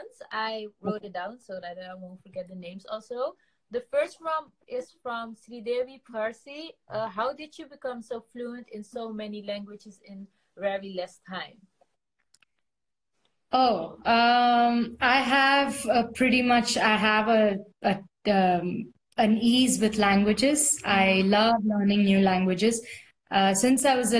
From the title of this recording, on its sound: Instagram Live